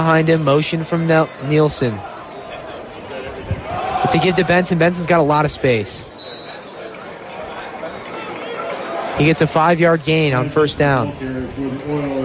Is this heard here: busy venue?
yes